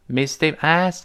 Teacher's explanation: 那个 k 舌根拱上去，但是没有喷出来，就开始了后面的 mister · Term: 失去爆破